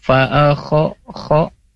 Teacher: Nah, hati-hati jangan kho bacanya ya, tapi fa'akho. Kho itu huruf halqi bagian pangkal ya, pangkal tenggorokan ya.